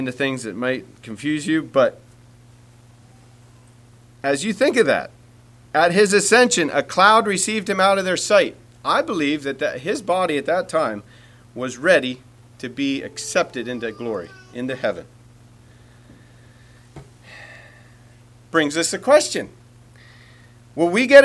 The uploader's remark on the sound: Message preached at Word Of Hope Mennonite Church